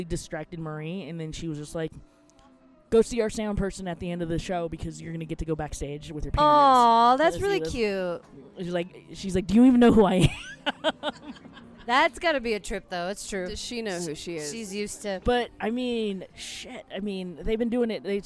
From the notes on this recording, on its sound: RENO. Recorded some late night gems deep in the casino right as the sun was coming up.